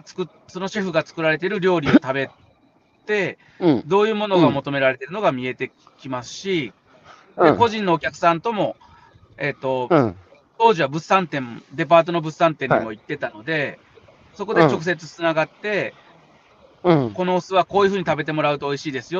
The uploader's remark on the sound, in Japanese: 歩きながら1時間、対談する